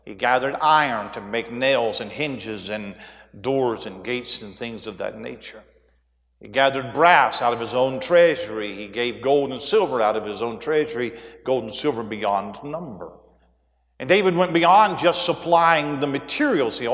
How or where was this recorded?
large echoing room